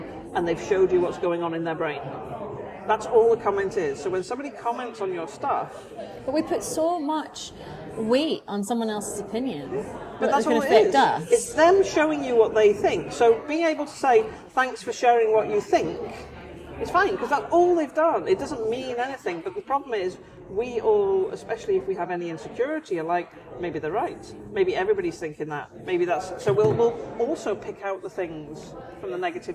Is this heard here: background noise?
yes